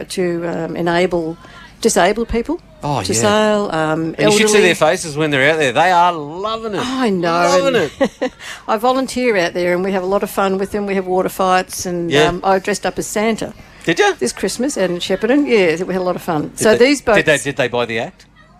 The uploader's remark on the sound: special outside broadcast live from the 2024 Nagambie On Water Festival with thanks to Go Nagambie from Lake Nagambie